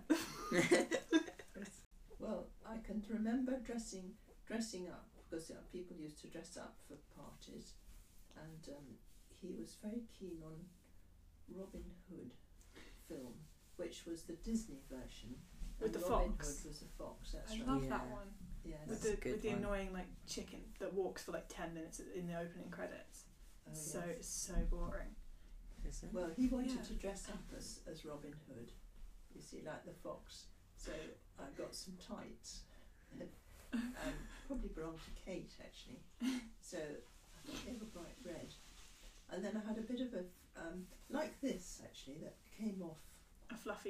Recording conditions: poor sound quality